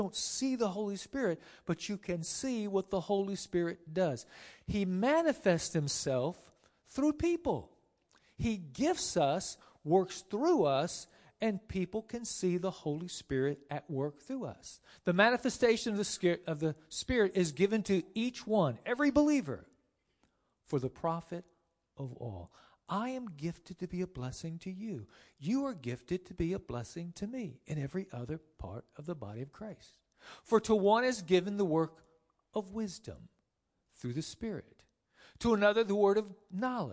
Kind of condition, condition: setting, large echoing room